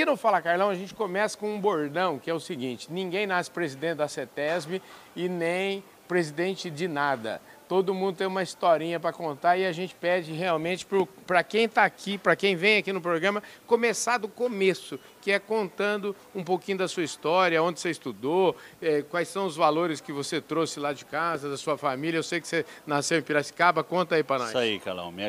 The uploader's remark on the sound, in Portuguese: Prosa gravada no ABEMA DAY, da Associação Brasileira das Entidades de Meio Ambiente, evento que contou com a presença de inúmeros associados e pessoas da sociedade civil durante a COP28, em Dubai.